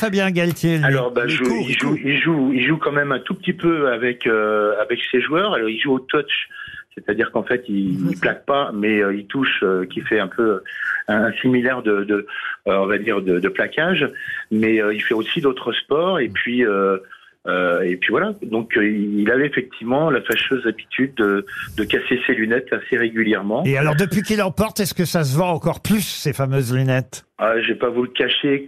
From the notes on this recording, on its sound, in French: les Grosses Têtes ont eu au téléphone